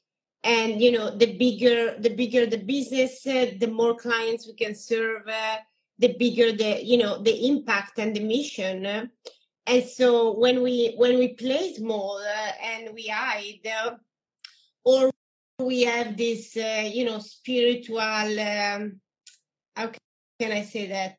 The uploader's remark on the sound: This week’s episode is from an incredible Instagram live